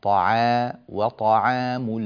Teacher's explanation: رقق العين لا تقول وطعام، طعا هكذا العين مفخمة نريدها مرققة